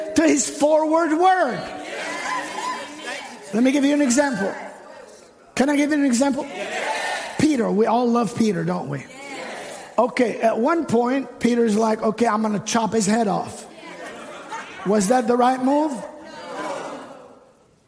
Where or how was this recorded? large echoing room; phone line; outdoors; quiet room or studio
large echoing room